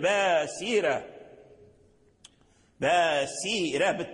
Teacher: وأما قالون فيفخم الراء باسيرة، ولكن في رواية قالون لابد أن يحافظ على ترقيق السين حتى لا يفخم السين فيرجع صادا لأجل تفخيم الراء